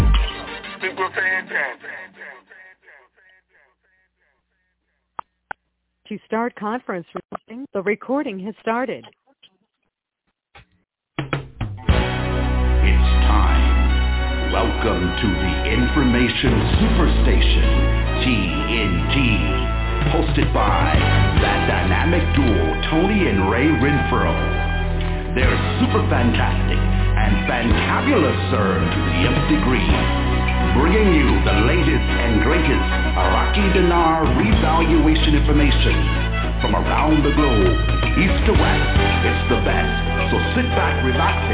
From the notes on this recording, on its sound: TNTSuperfantastic Conference Call